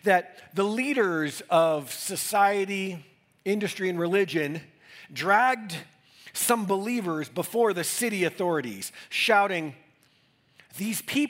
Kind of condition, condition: setting, large echoing room